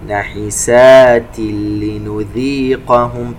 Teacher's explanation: تنوين وبعدها حرف اللام إدغام بغير غنة